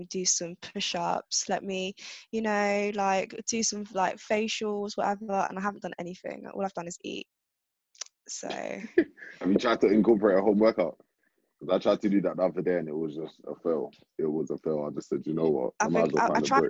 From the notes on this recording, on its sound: Had recorded this episode in self-isolation. Home on a video conference call.